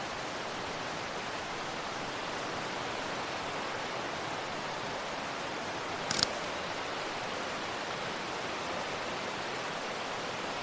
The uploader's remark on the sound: Field Recording: Laurel Creek in the Great Smoky Mountains. A field recording from a recent landscape photography trip to the banks of Laurel Creek in the Great Smoky Mountains National Park in eastern Tennessee.